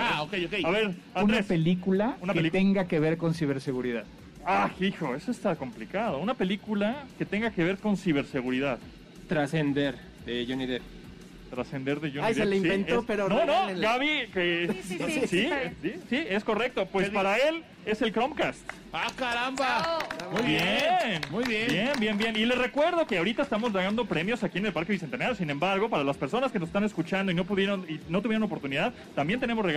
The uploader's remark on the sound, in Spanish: festejamos nuestro primer aniversario desde el Parque Bicentenario en compañía de nuestros colaboradores y público conocedor